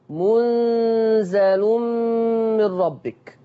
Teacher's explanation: لم يقل ورش منزل، انما قرأ بتخفيف النون